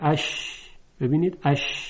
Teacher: البته این رو مد نظر داشته باشید که تارهای صوتی هم مرتعش نمیشود و صدای شین ایجاد میشه. پس شین صدایی داره که حاصل سایش هست، یعنی هوا عبور میکنه از اون شیار و ساییده میشه به جداره های این شیار، یعنی ساییده میشه به روی زبان و سقف دهان و هوا روی سطح زبان منتشر میشه. · Term: صفت تفشی